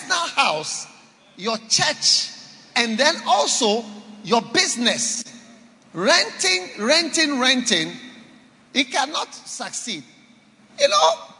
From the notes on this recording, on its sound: Preached at Holy Hill Chapel, Accra.